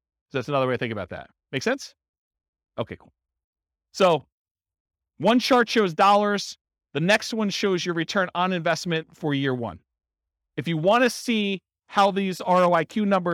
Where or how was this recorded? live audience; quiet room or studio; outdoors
live audience